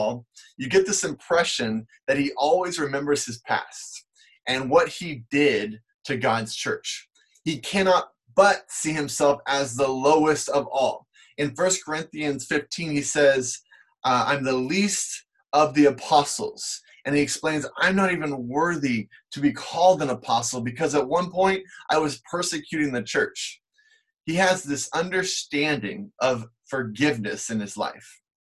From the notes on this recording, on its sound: we still have Sunday morning service using zoom, Facebook Live, Instagram, and YouTube